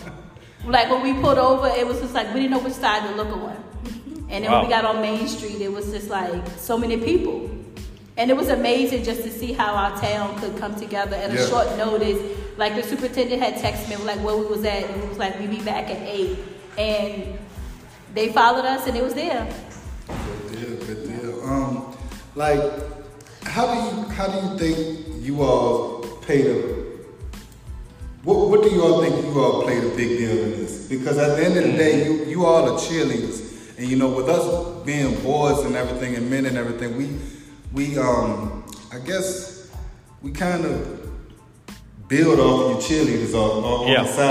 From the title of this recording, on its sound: Special Edition Live at Beulah Baptist Church in Lively, VA